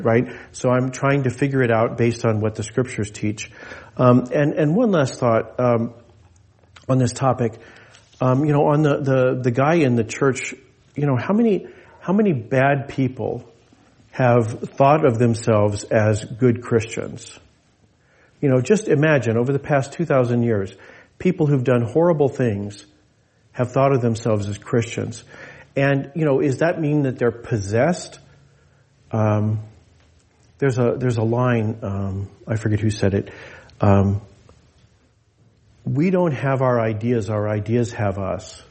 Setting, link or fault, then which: setting, large echoing room